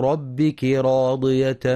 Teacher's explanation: وكلمة ربك راضية الراء مفخمة لأنها مفتوحة